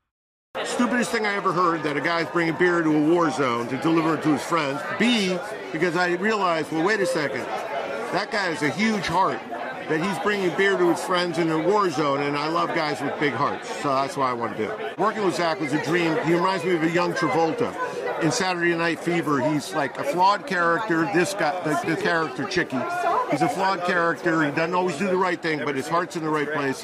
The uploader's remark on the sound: At the Toronto International Film Festival, we spoke to the cast. At its premiere event.